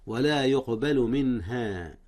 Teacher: أظهر نون من قبل الهاء، والهاء من حروف الإظهار أو من أحرف الإظهار.